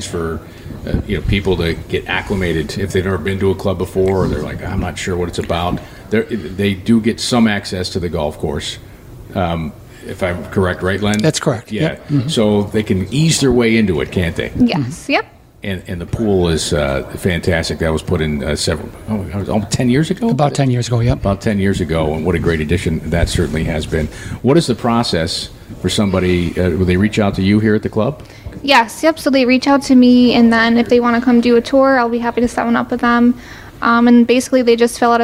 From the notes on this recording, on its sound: live from Lancaster Country Club!